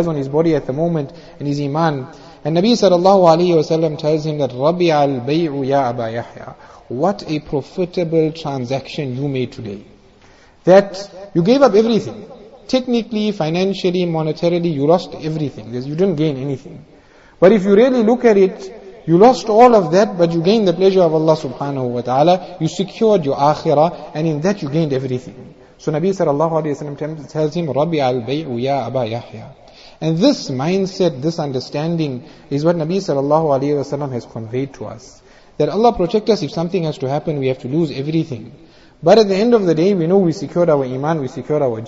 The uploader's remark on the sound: Jumuah Lecture